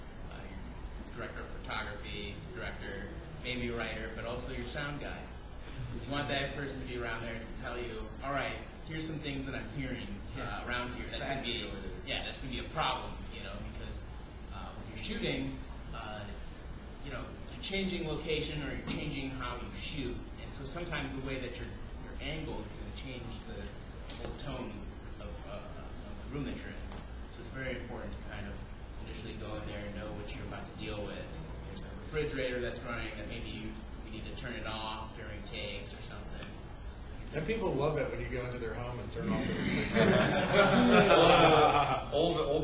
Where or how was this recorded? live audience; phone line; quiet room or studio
live audience